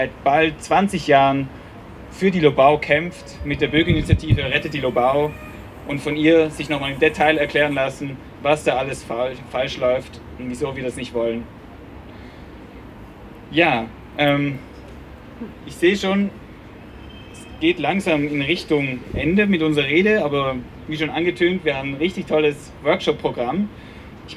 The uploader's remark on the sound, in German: O-Ton] Eröffnung des Klima-Protest-Camps am 23. Mai 2021 am Donaukanal in Wien